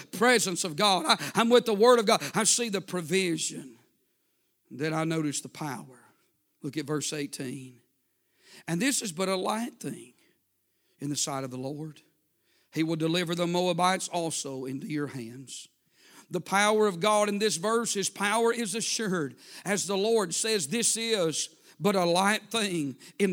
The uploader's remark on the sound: A sermon preached Wednesday Evening